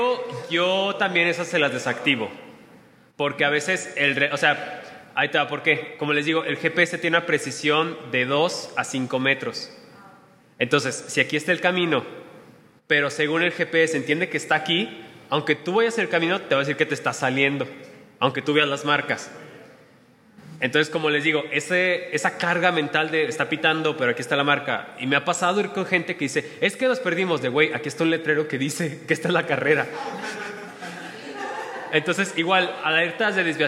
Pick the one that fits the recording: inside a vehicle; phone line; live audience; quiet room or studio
live audience